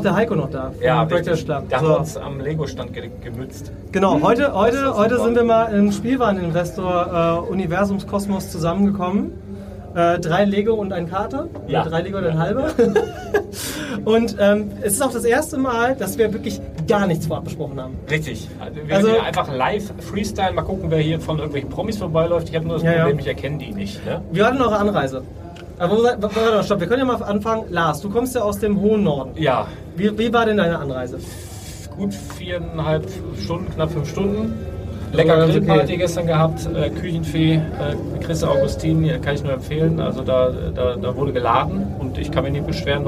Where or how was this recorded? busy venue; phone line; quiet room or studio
busy venue